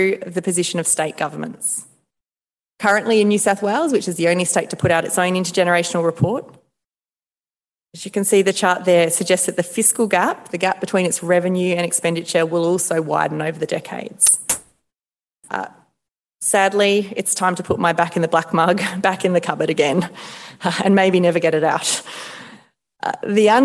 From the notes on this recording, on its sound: Delivered the annual Giblin Lecture in Hobart last week. A partnership between the University of Tasmania and the Tasmanian branch of the Economic Society of Australia.